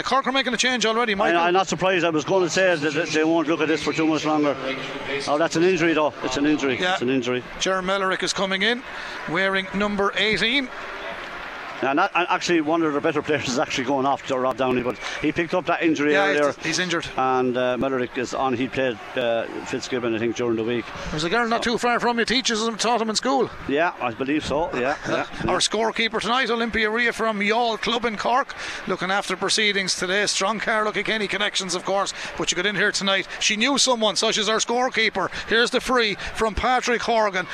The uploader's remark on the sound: Hurling: Cork v Kilkenny, Allianz National Hurling League Division 1A Round 2. We’ll be live in Supervalu Páirc Uí Chaoimh for full live commentary.